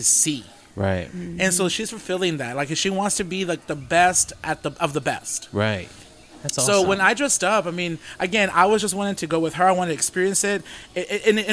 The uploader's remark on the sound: on location from Whiskey River Saloon